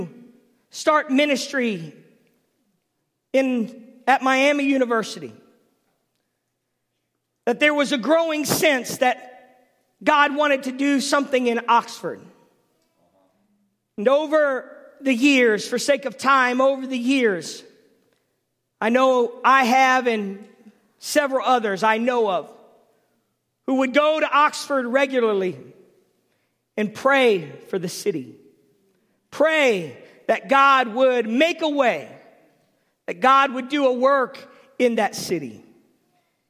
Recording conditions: large echoing room